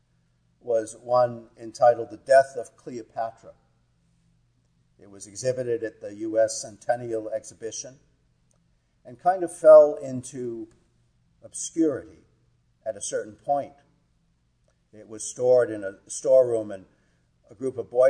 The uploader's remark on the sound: Our worship service at the Old First Church in Bennington, Vermont. Organist.